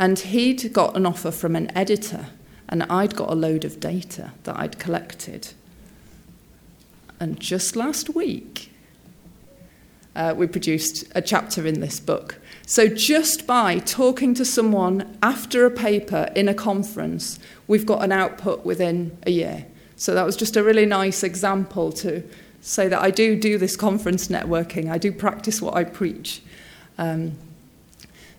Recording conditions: live audience